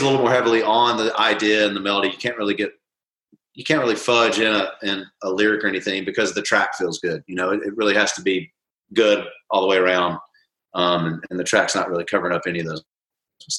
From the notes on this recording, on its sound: Joined Houston radio station, The New 93Q for a private performance via Zoom.